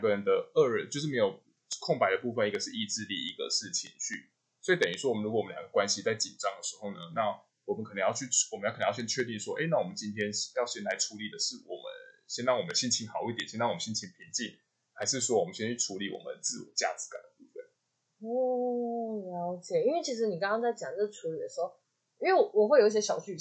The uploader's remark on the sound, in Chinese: 本集因錄製時忘記轉換麥克風，音質不太好，敬請見諒～（這集已經重錄兩次啦）。